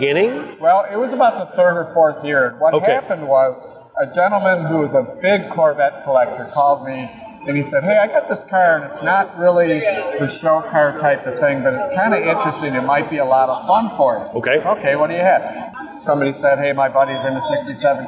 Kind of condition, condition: setting, busy venue